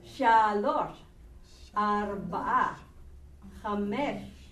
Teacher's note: The feminine numbers, the accent is on the first syllable.